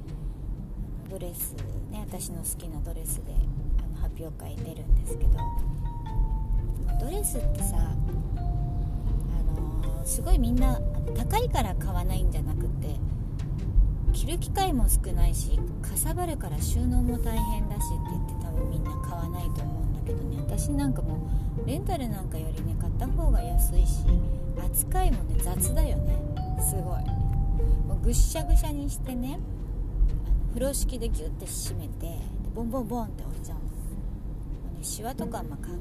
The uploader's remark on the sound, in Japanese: 誰も来ない発表会のリハーサルへ行く車の中のつぶやき。